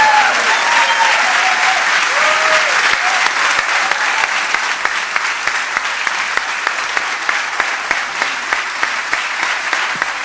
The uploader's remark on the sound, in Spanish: EN VIVO